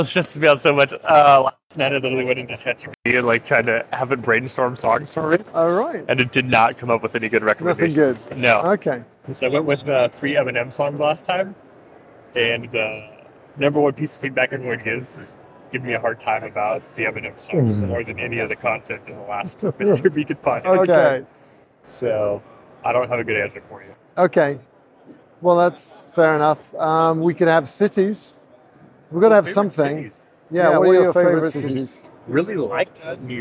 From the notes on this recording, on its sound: live from NRF